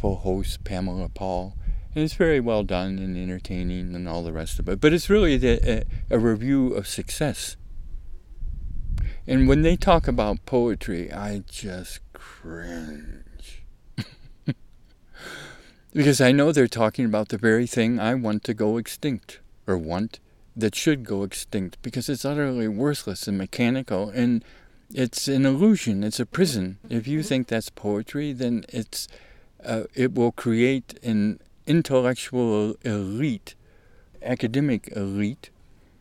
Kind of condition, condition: setting, outdoors